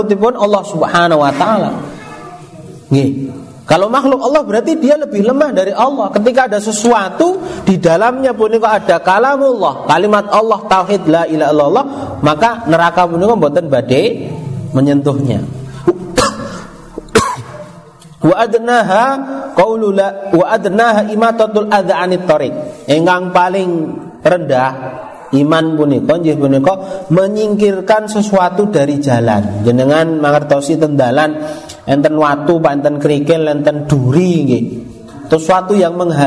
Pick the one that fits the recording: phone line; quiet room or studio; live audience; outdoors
live audience